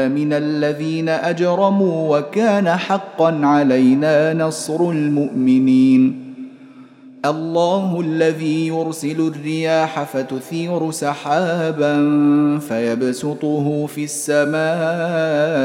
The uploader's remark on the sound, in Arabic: مسجل من صلاة التراويح بمسجد السلام بحي مشرفة بجدة.